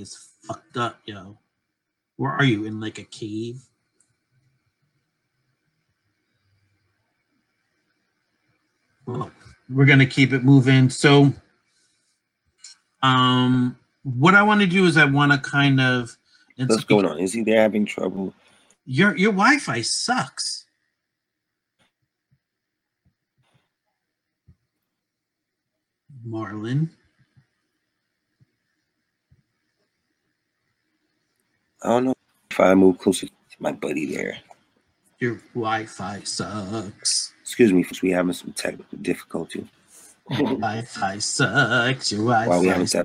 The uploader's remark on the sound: Technical Difficulties.